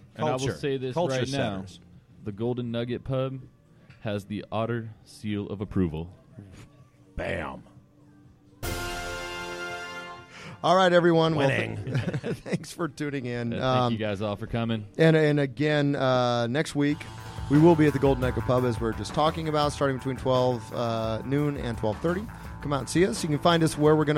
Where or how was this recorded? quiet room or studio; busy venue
busy venue